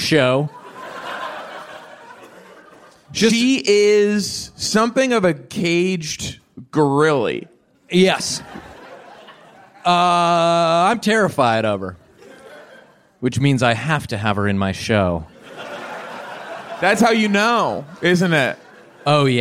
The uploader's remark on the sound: live from The Bell House.